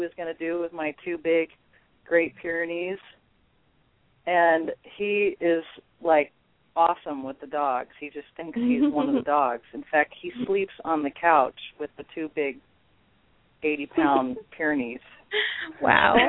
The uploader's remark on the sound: open up the lines for listeners to call